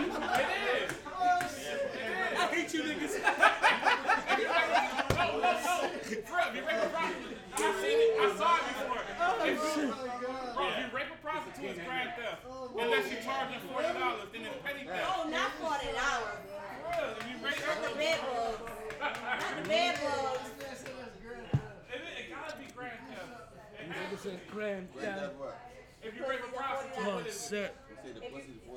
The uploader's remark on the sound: Live from Sharkeys